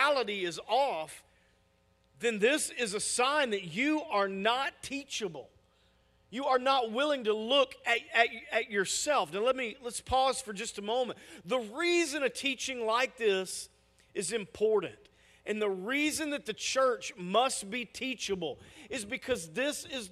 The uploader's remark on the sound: Message audio from our weekend services!